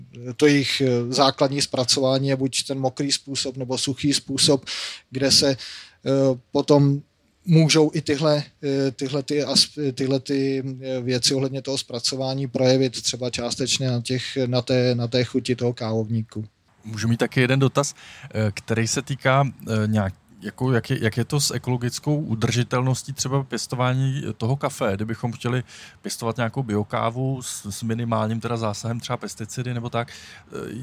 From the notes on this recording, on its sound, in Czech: Science Café venku. Akce probíhá pod záštitou Městské části Praha 2.